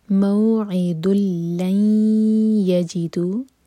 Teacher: لن ادغام غنہ کے ساتھ، ٹائم دیں دو سیکنڈ